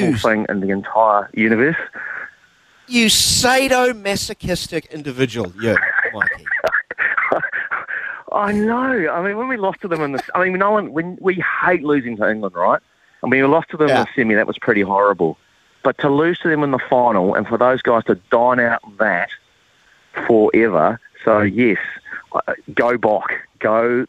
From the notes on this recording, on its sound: We've thrown the phonelines open for you to have your say